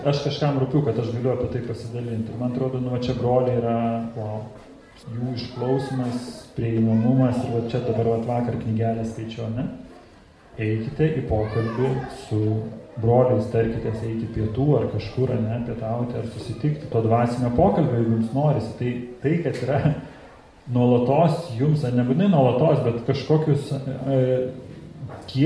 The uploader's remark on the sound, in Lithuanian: Įrašas iš Šeimų festivalio.